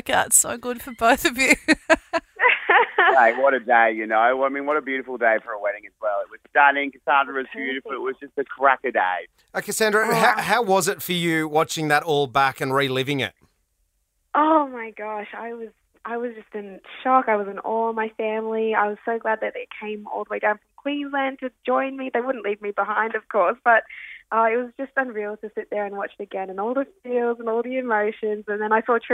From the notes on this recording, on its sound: phoned